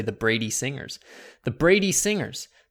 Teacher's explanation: There's like more of an emphasis on Brady, right? Where the Brady is the stressed syllable instead of Singer.